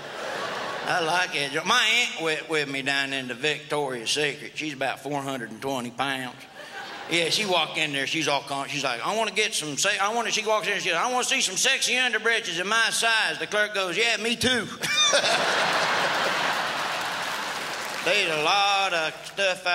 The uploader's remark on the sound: Brings his redneck style to the 2002 Just for Laughs Festival in Montreal.